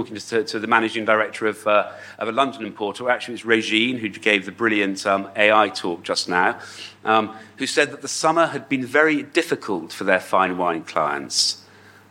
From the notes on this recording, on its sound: We present the session recordings from the wine2wine Business Forum 2023. Recorded during the Forum held in Verona in November 2023.